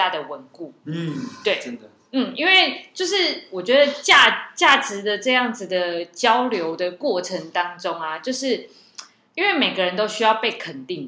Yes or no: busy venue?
yes